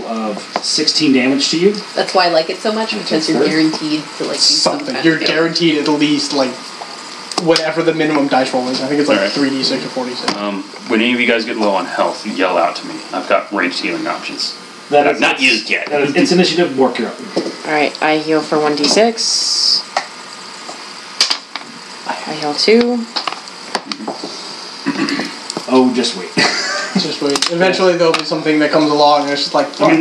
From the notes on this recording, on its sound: The audio is good quality as we are in person but there is a white noise that i could not remove.